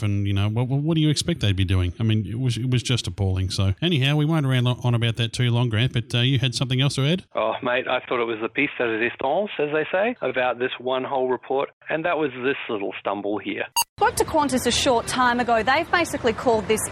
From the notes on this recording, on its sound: he's out flying hot air balloons but he's still able to call